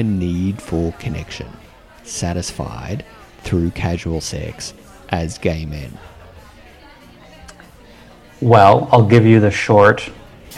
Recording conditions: busy venue